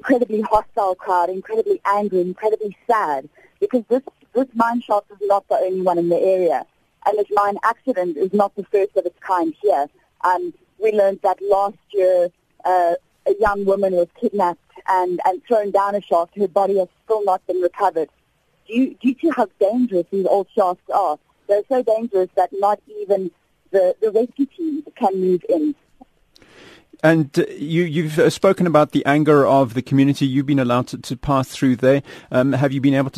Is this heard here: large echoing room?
no